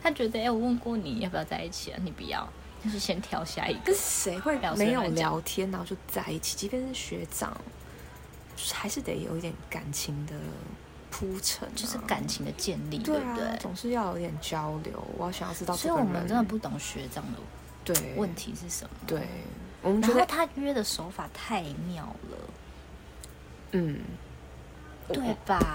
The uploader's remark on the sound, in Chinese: 這次一起見面錄音真的超級開心！有點抱歉可能背景有些雜音。